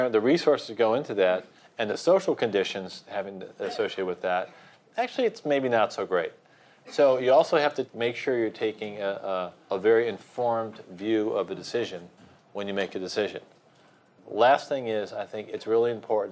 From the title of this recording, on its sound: Event audio